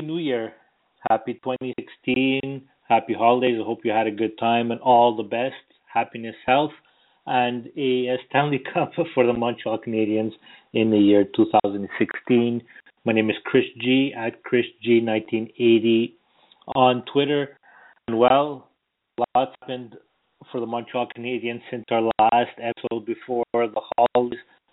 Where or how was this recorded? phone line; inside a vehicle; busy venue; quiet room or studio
phone line